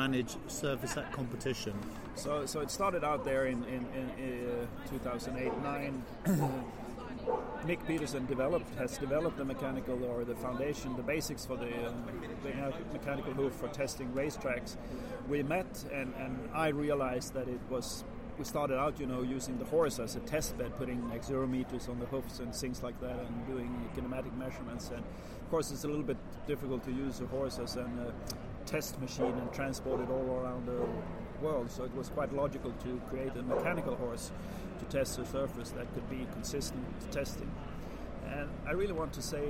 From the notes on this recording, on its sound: Apologies for the background noise - this interview was conducted LIVE at the London International Horse Show, Olympia can be very loud!